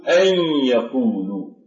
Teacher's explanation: الإدغام بغنة مثل قوله تعالى أن يقولوا، هي أن يقولوا، فنحذف النون من قوله تعالى أن يقولوا، فهي أن يقولوا، فالنون الساكنة جاء بعدها أحد حروف يرملون وهي الياء، فنحذف النون وتبقى فقط الغنة ونشدد الياء، فنقول أن يقولوا.